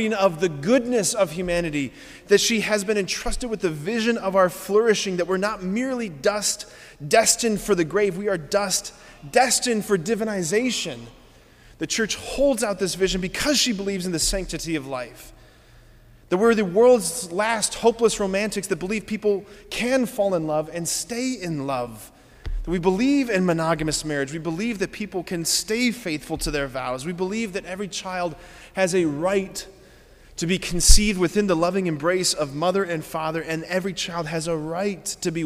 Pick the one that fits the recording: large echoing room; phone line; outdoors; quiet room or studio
large echoing room